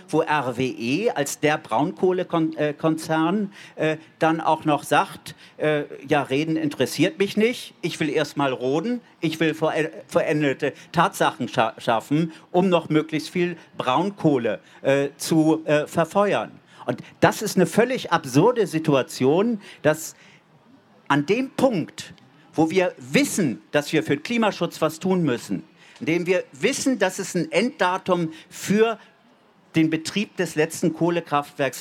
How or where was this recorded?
live audience